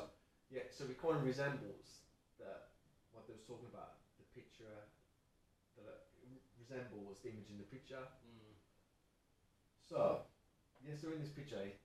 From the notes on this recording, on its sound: Apologies for the audio, we've had all the technical issues trying to record this. If you can get over the slightly low volume.